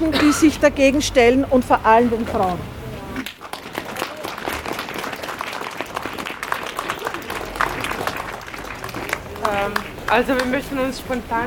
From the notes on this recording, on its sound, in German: Beim Goethehof in Wien 22. Unbearbeitete Aufnahme der Kundgebung. Rund 80 Personen beteiligten sich vor dem Goethehof in Wien-Kaisermühlen an der heurigen Kundgebung von Rassismusfreies Transdanubien.